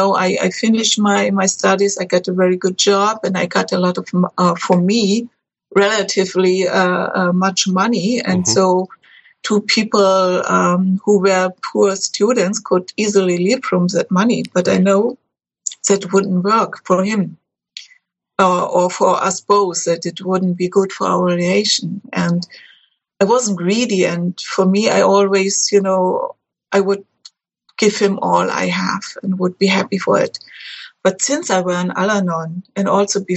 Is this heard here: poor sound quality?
no